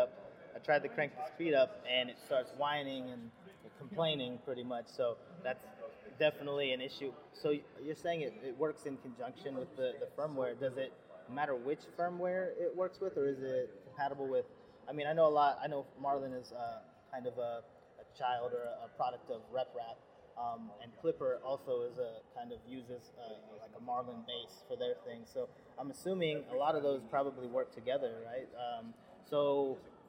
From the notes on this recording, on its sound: We're coming to you from Rapid+TCT 2023, the premier conference for additive manufacturing and 3D printing.